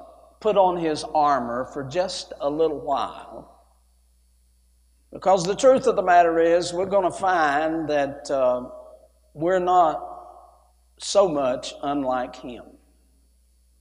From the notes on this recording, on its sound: A sermon preached Wednesday Morning during our Spring Jubilee, on March 29, 2023.